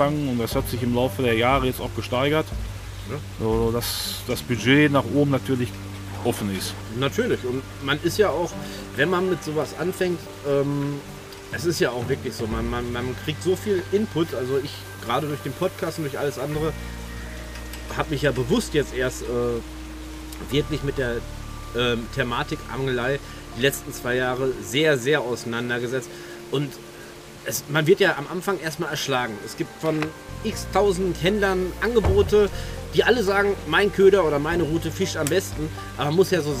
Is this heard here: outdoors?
yes